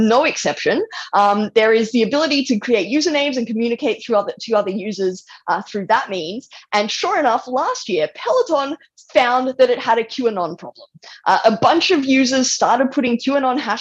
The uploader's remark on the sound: This episode shares a recorded talk from the 2021 Reimagine the Internet conference, a virtual conference co-hosted by the Knight First Amendment Institute at Columbia University and the soon-to-be-launched Initiative on Digital Public Infrastructure at the University of Massachusetts, Amherst.